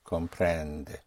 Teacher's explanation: So we're only playing with two sounds, but those two sounds, the A and the E, even unstressed, have to come out very clearly · Term: unstressed vowel sounds